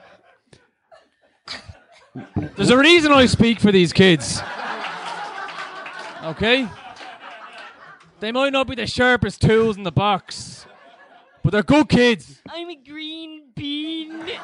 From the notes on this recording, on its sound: Live At The Tightrope. Live episode of Phoning It In recorded at The Tightrope upstairs in Anseo on May 14th 2018.